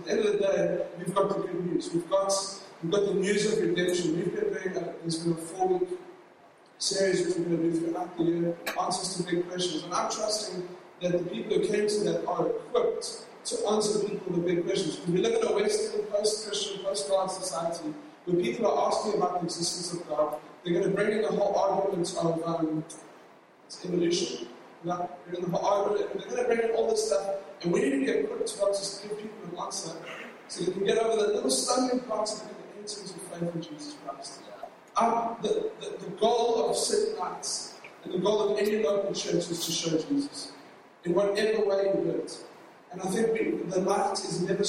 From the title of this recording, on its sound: LOW QUALITY